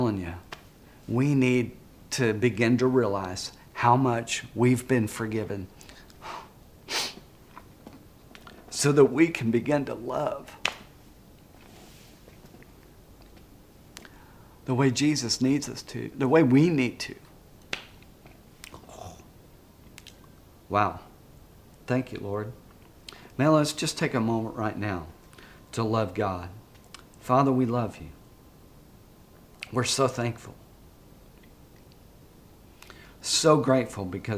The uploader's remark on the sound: This message was preached at Vision Church located at The Apollo on Emma in Springdale, AR.